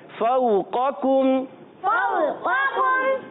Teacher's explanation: قاف موٹا رہے کاف باریک رہے